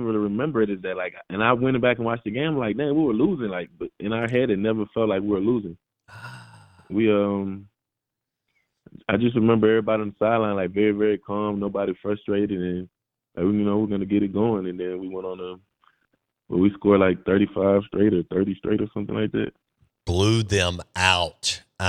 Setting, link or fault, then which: link, phone line